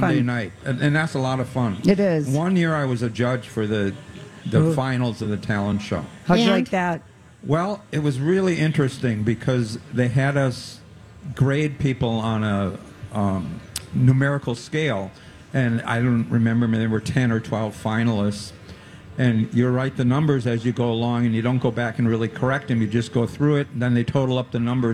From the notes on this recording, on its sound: Day 1 at the MN State Fair. Stops by the Chanhassen Dinner Theater Stage.